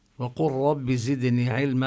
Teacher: هذه اللام تدغم بالراء